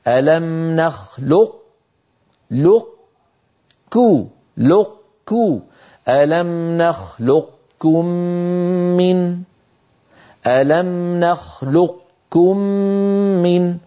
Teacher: قليل من العرب من كان يقول هكذا، انظروا ألم نخلقكم لقكم، يفعل تماما كما فعلنا في أحط، كما أننا في أحط أطبقنا على طاء، أطبقنا على طاء وجافينا عن تاء، هنا يطبق على قاف ثم يجافي عن كاف من غير، طبعا قاف غير مقلقلة · Term: صفة الاستعلاء